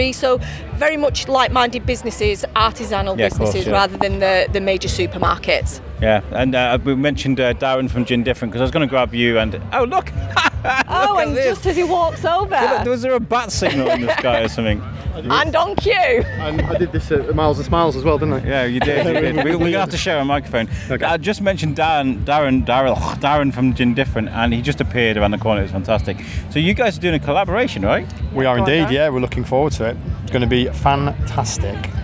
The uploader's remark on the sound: Shrewsbury Food Festival. Walked the whole festival for 2 days gathering interviews.